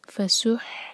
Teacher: سین کے دومہ کے لیے ہمارے ہونٹ گول ہوں گے لیکن ہا پر نہ ہوں